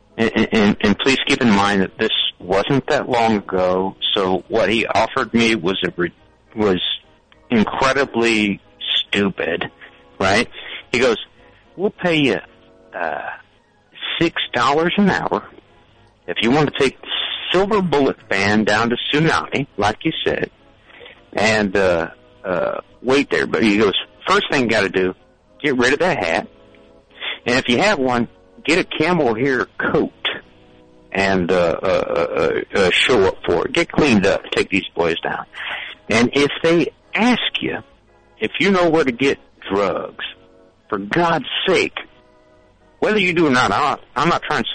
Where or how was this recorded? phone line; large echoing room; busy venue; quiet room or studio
phone line